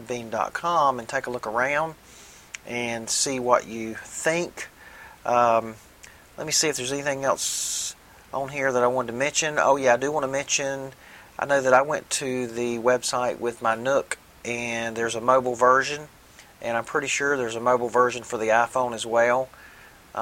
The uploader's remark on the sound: I apologize for the wind noise, but it was blustery--up to 35 mph! Snow on the ground made the run even more difficult, but we got through it. The phone ringing, being put on hold message, and put on hold music used in this episode are all provided by Freesound.org .